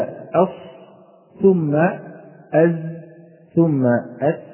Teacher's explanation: مراتبها تكون درجة الصفير أقوى في الصاد وهذا واضح، ثم الزاي ثم السين. فلو أنك قلت أص ثم أز ثم أس تلاحظ هبوط منحنى درجة الصفير رويدا رويدا.